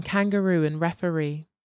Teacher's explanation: The stress falls on the last syllable in kangaroo and referee.